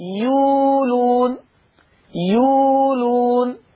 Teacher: إبدال الهمز الساكن في كلمة يؤلون، كلمة يؤلون تقرأ يولون